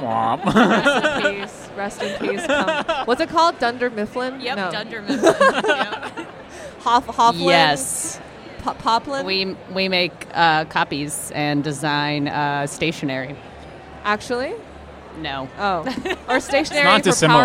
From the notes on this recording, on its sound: Live from INTERNET YAMI-ICHI: TRYTOBEGOOD.